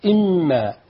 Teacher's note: الميم مشددة تغن مقدار حركتين